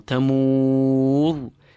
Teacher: The ra at the end of this verse is completely full.